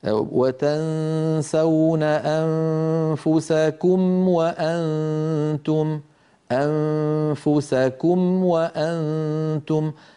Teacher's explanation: بسلاسة وتلقائية ننتقل من الميم الساكنة إلى الواو · Term: ميم ساكنة وبعدها واو